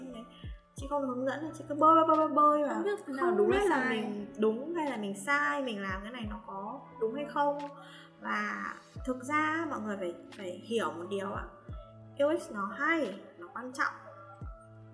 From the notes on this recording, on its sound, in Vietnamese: Chuyển Bánh sẽ cải thiện chất lượng âm thanh ở những tập sau! Rất xin lỗi các bạn nghe vì chất lượng âm ở những phút đầu chưa được hoàn hảo!